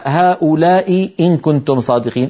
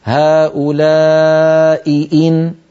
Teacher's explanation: أي عندنا هؤلاء إن كنتم صادقين، التقى همزتان في النطق، هؤلاء إن همزتان، لابد من بيان الهمزتين وألا يضيع صوت إحدى الهمزتين بسبب المجاورة